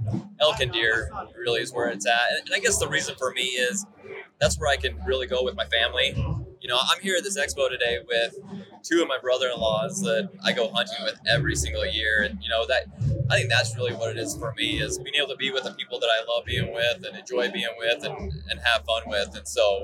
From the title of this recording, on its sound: Live from the Initial Ascent Mountain Dude table